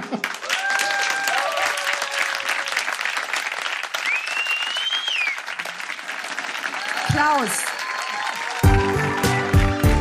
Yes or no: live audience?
yes